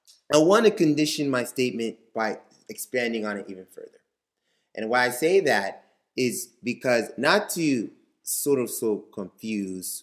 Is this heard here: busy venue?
no